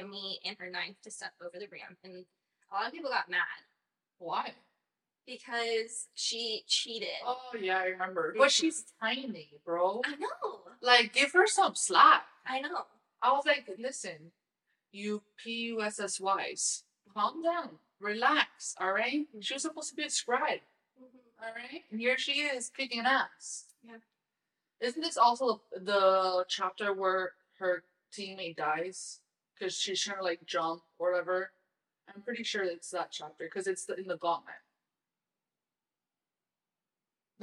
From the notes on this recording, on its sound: I just want to apologize for this episodes, audio quality. It was not how I anticipated it to sound. To be completely honest, I am still learning how to work these wireless mics. I think we’re gonna have to go back to the original mics because the sound quality is much better.